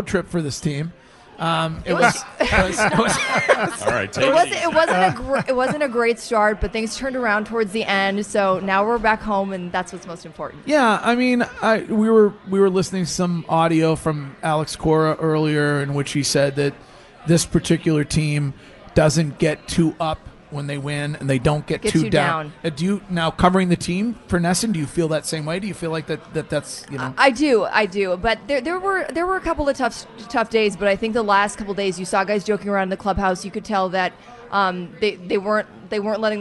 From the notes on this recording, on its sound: Broadcasting live from the Baseball Tavern for the home opener.